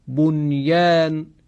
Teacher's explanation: در این کلمات حرف نون ساکن تلفظ می شود و ادغام نمی شود